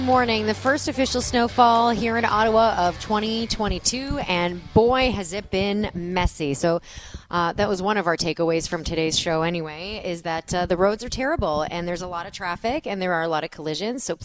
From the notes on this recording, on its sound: Broadcasting Live From The CHEO Dream Home In Kanata. We’re live from The CHEO Dream Home.